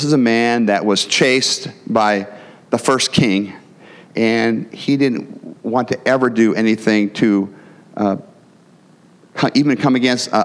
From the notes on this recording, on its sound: the gospel preached at our church on Sunday